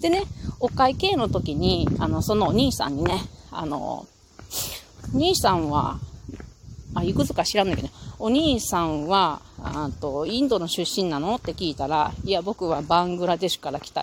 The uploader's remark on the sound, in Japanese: 金華山を歩きながら。